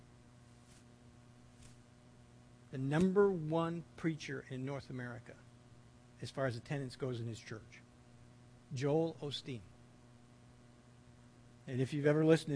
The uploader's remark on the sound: This audio sermon. At The People’s Church of Somerville, NB on the evening of December 14, 2015.